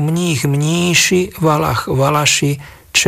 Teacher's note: západoslovenskú povahu tohto nárečia dokazuje aj striedanie spoluhlások ch na š, teda typu mních, mníši, valach, valaši, čech, češi.